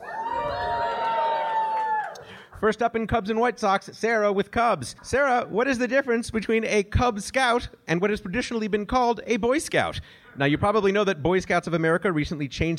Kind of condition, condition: setting, busy venue